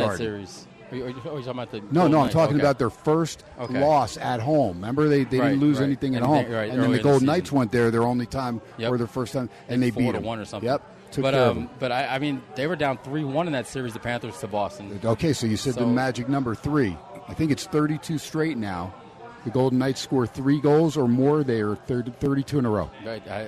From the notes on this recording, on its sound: "Live" from #SteinersPub in Las Vegas